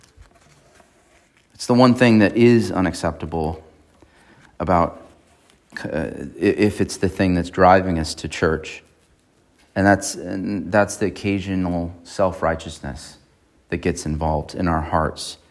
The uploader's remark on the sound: At Emmanuel Baptist Church in Fallbrook, California.